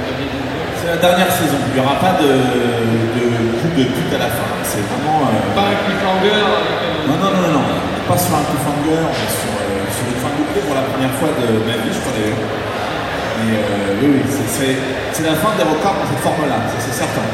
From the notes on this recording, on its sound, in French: Suite des enregistrements réalisés lors du TGS 2016, la conférence Hero Corp.